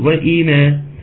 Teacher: مفيش مد بدل، بتنتقل من الهمزة المكسورة الى الميم المفتوحة على طول